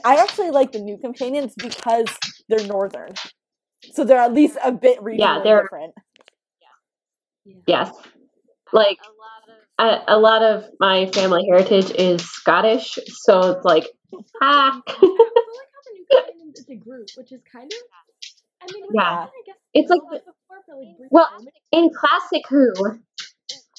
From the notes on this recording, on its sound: Please note that there is background noise in this episode, and some of the editing is choppy. Due to COVID19 our filming options were limited, and many of us live with big, busy, loud families.